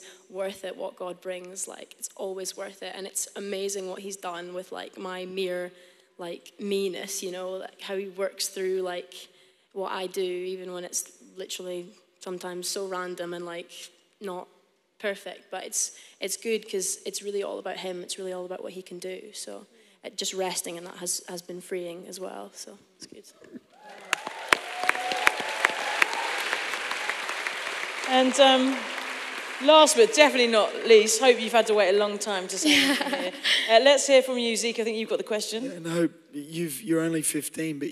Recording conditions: live audience